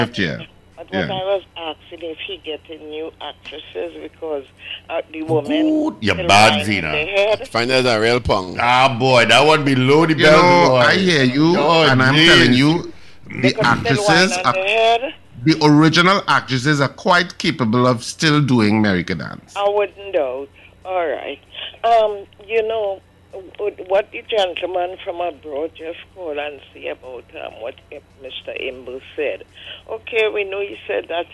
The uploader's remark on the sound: we take more calls from the audience